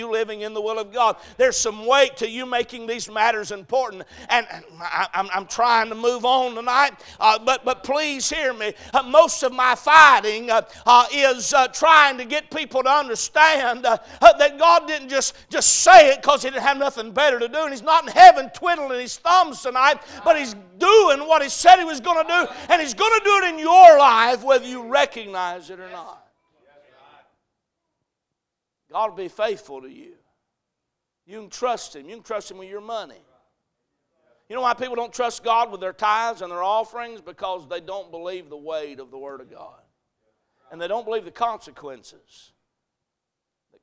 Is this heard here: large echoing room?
yes